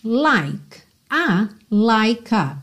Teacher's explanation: Porque o E do like não é pronunciado, ok? Então você já junta o K no A.